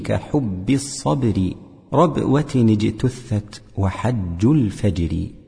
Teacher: أي أمر بالحرص على الشدة والجهر الذي في الباء والجيم، لئلا تشتبه الباء بالفاء والجيم بالشين